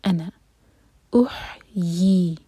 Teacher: ویمیت، قال انا، یہ انا نہیں ہے، نون پر فتحہ، اس کے بعد جو الف ہے اس پر ایک چھوٹا سا سرکل بنا ہے، تو یہ پہچان ہے کہ ہمیں اس کی جو الف ہے اس کو نہیں پڑھنا، تو نہ ایک حرکہ ہوگا. انا احیی، اور خیال سے یی ساؤنڈ آنا چاہیے، یہ ہے یا، یہاں پر ای ساؤنڈ نہ آئے